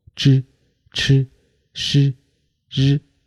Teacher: 除阻的时候呢，先是以一个微弱的气流冲开一个小小的缝隙，然后气流再通过这个缝隙摩擦出声。这里需要注意的是，舌尖一定是翘起来而不是卷起来。如果舌尖卷起来，可能会把“之”“吃”发成了“之”“吃”诗。在我们发诗和日的时候呢，要注意这两个音是擦音。在成组的时候，舌尖和硬腭之间不接触，留一条窄缝，气流从中间挤出，摩擦成声。知、吃、诗、日这四 · Term: 舌尖后音